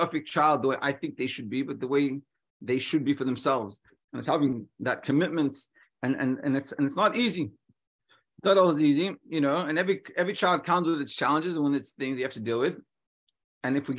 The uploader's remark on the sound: Daily Zoom Shiur